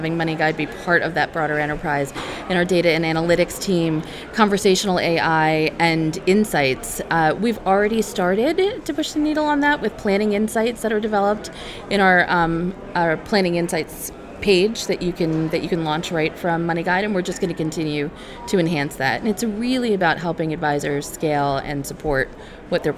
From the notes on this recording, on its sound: Special episode from T3. Straight from the conference floor of T3.